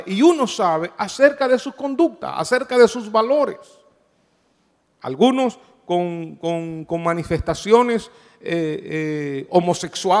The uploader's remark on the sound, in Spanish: Grabado en Iglesia Cristiana Inc.